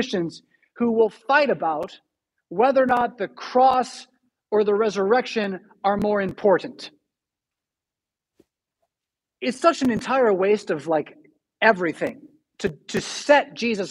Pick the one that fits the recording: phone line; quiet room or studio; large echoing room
large echoing room